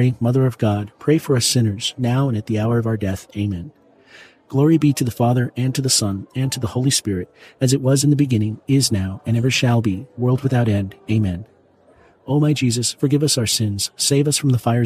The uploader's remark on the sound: Elegant sounds of fine-dining and live piano jazz serve as a refined background along side the rosary.